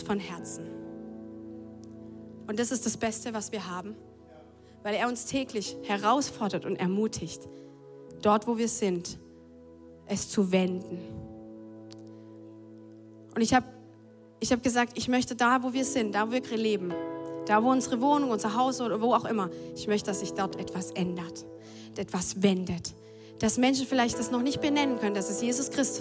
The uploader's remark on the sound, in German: Audiomitschnitt der Predigt